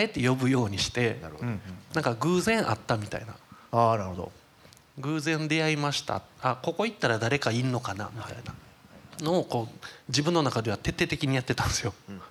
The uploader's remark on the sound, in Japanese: FGNで行われた公開収録の後編をお送りします。